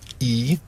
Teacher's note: i, som er den mest lukkede fortunge vokal